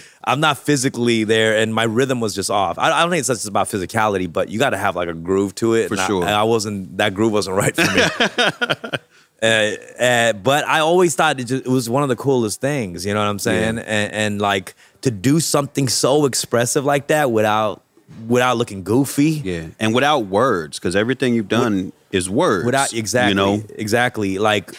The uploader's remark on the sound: This episode was recorded live at The Growcery dispensary in LA courtesy of Smarty Plants.